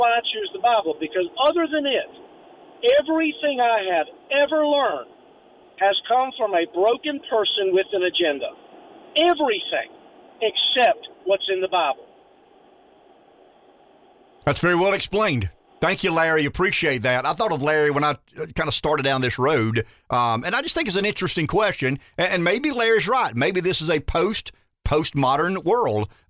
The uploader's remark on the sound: calls in from Washington